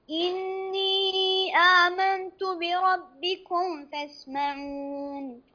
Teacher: إني آمنت بربكم فاسمعون قلنا واحذر لدى واو وفاء أن تختفي احذر أن تخفي الميم عند الفاء أو الواو